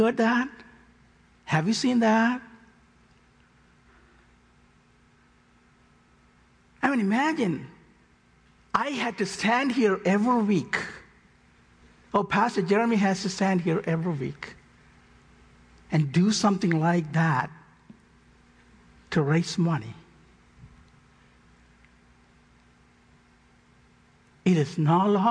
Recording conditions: large echoing room